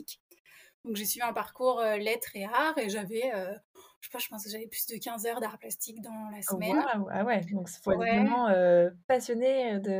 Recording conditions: poor microphone